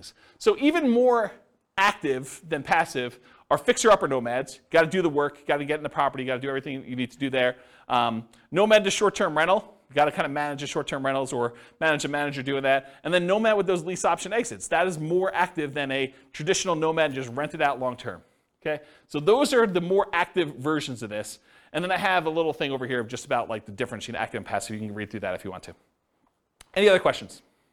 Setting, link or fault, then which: setting, live audience